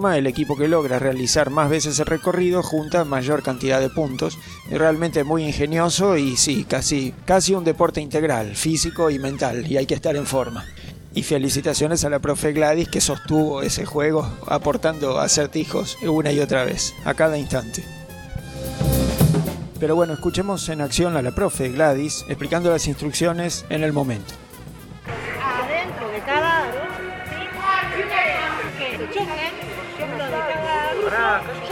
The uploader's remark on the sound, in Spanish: Audios en vivo y testimonios durante la jornada Matemática del 15 de Noviembre pasado. En nuestra escuela cordillerana.